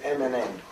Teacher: Ugye ezek azért nazálisak, mert az orron keresztül megy a levegő. MNN. Tehát ez jelöli, az orron keresztül megy. · Term: nazális hang